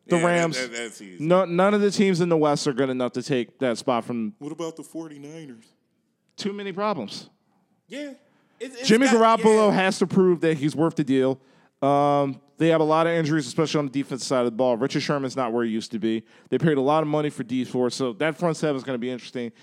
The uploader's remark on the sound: Philly Podcast Festival. In front of a live audience at the Tattoed Mom on South Street.